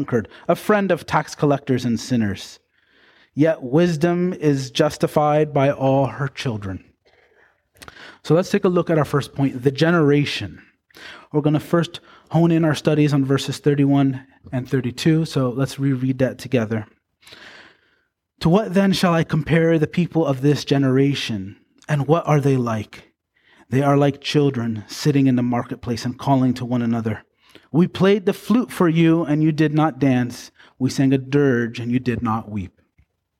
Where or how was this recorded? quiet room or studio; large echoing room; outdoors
large echoing room